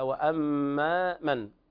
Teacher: وهنا حرف ميم مشدد، الغنة مقدار حركتين